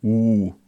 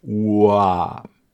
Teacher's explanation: wenn ich zum Beispiel die Lippen öffne, dann wandelt sich mein Vokal Richtung A. · Shown in: second take · Ich mache erst die Lippen rund, U, dann mache ich sie weit, Ua.